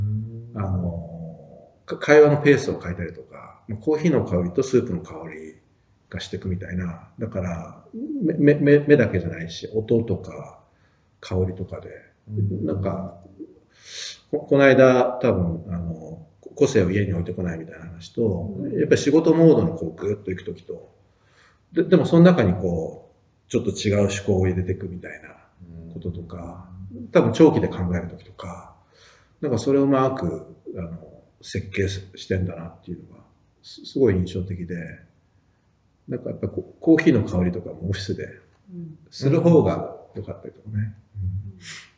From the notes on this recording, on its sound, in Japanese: 旧マイクで音声ややわるいです